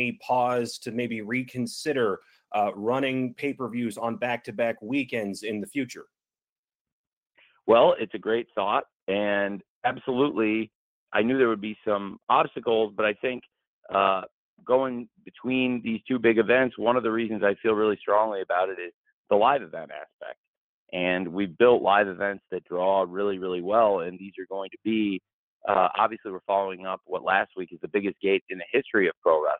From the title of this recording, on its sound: AEW All Out Media Conference Call